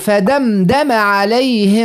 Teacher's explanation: ما فماش مد بعد الميم